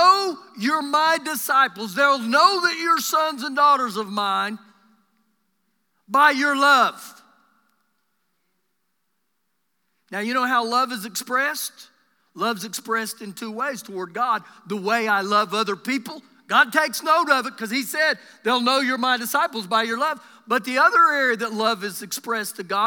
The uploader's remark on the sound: Recorded live during our Sunday morning service